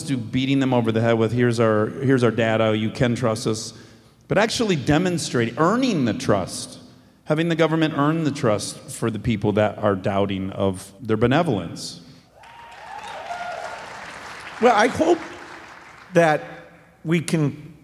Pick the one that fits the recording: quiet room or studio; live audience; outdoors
live audience